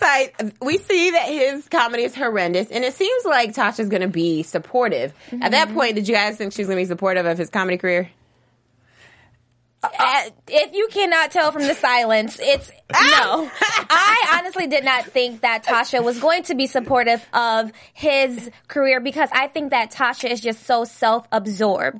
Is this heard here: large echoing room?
no